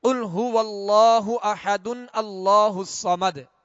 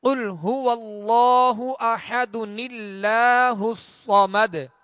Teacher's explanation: تنوین کے نون ساکن کو زیر دے کر اس نون قطنی کو اللہ عزوجل کے لام کے ساتھ ملا کر ہم آگے پڑھیں گے · Shown in: second take · یعنی قل هو اللہ احد اللہ الصمد، یوں پڑھیں گے